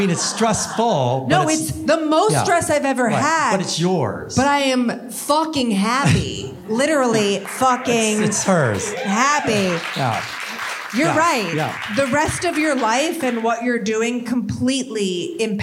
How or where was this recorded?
live audience